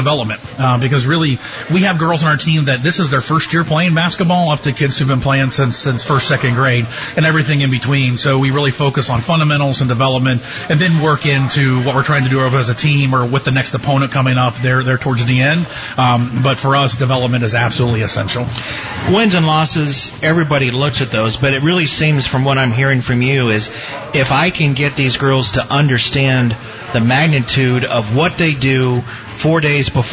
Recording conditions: busy venue